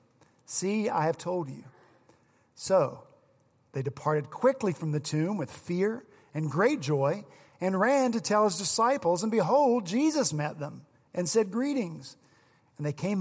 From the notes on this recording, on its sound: On Easter Sunday at Redeemer Presbyterian Church in Charleston, SC